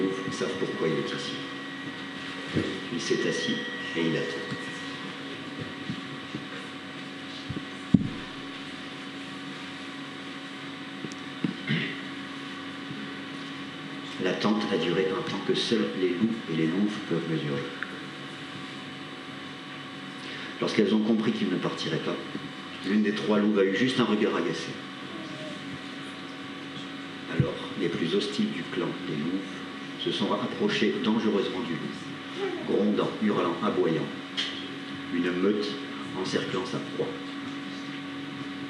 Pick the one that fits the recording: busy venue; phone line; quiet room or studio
busy venue